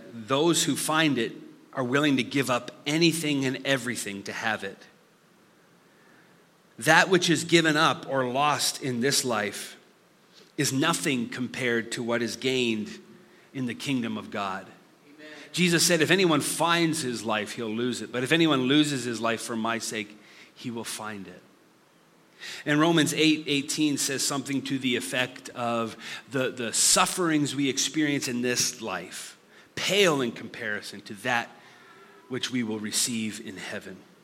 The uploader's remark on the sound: Listen to this live recoding of our Summer series.